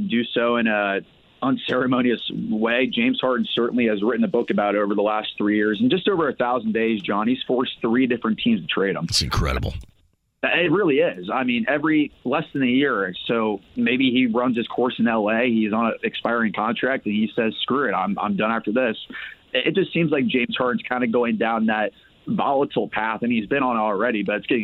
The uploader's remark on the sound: A phone call from a Pacers fan. Answer questions from listeners online.